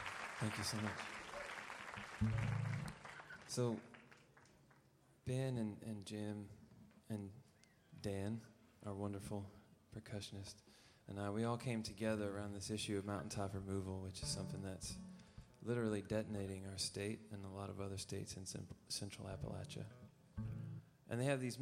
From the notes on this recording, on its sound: Perform live at the Newport Folk Festival in Newport, R.I.